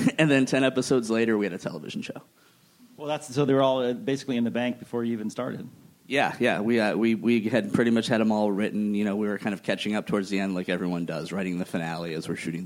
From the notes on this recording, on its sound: A double-header recorded at ATX, a Television Festival this year. Recorded at ATX Television Festival on June 11, 2016.